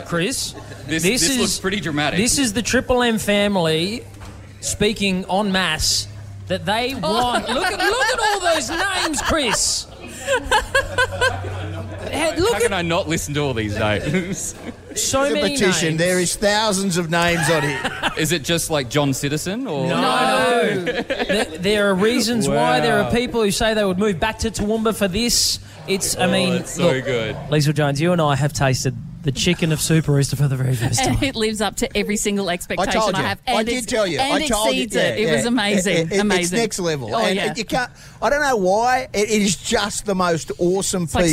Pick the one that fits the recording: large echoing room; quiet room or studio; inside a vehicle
inside a vehicle